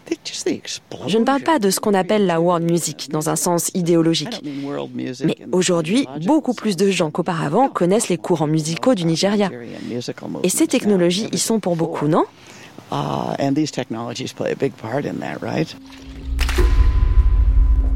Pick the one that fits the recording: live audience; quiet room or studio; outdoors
outdoors